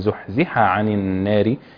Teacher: يبقى الفصل بين حروف الحلق حتى لا تدغم